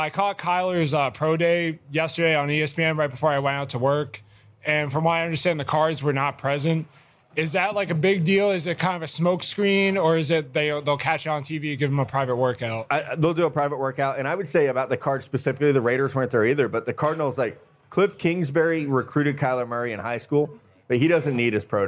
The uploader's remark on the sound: Live from Honeyfire BBQ in Nashville, TN. (plus the crowd).